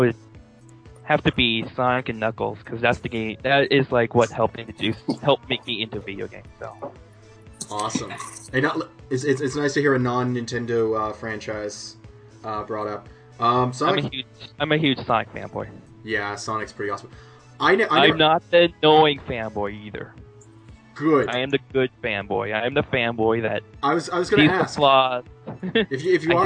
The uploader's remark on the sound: cursed it with technical difficulties galore